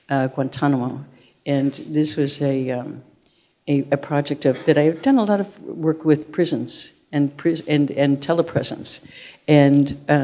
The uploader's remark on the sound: live on stage